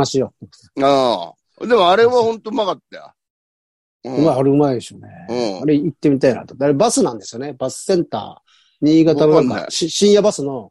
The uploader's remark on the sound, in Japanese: ZOOMで収録